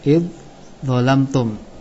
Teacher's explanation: terjadi idgham dal kepada dha, iya kan? Sebelum terjadi idgham, dal ini berubah menjadi dha.